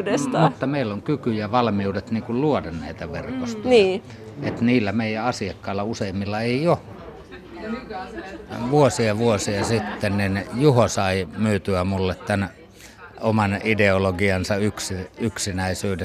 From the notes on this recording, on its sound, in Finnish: Ohjelma on äänitetty tutkijoiden ja järjestöväen työpajassa Seinäjoella.